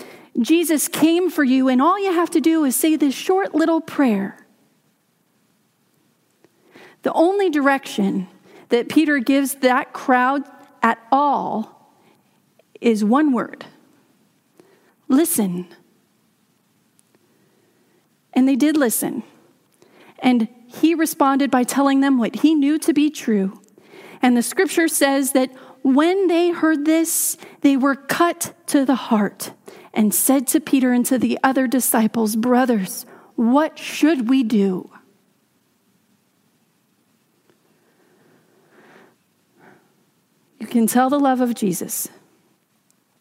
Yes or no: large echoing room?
yes